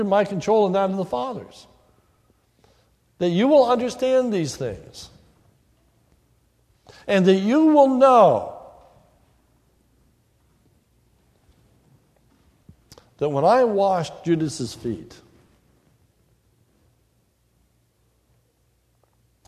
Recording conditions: large echoing room